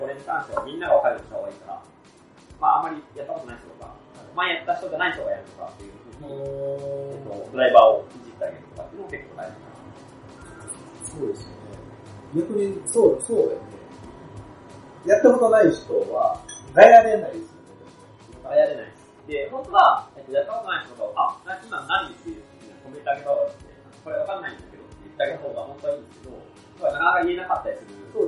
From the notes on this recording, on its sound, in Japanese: 今回も音質が悪めです。